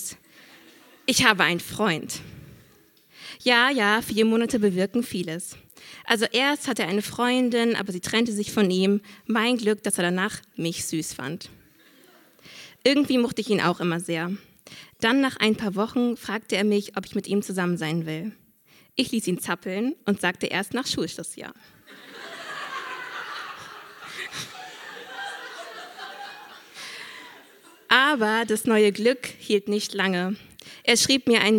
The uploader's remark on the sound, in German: Auswahl der Beiträge von der „texte von gestern“-Liveshow am 13.10.2018 im kukoon Kulturkombinat, Bremen. Heißen Dank an das kukoon, unser tolles Publikum.